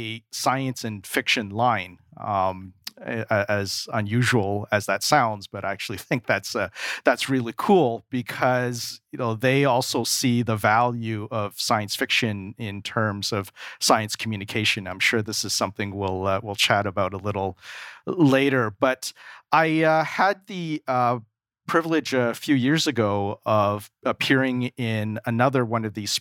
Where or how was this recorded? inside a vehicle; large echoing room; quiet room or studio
quiet room or studio